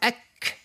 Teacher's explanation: ومن بعد هي يعني نقول والقاف أقصى اللسان فوق، ثم الكاف أسفل الكاف، وتخرج ما بين أقصى اللسان وما يحاذيه من الحنك الأعلى في المنطقة القاسية والرخوة معا، يعني أسفل مخرج القاف من اللسان قليلا أي أقرب إلى مقدم الفم من القاف.